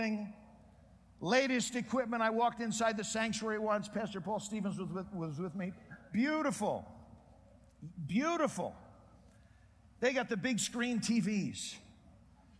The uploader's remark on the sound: Preached in Prescott Conference Jan.2009.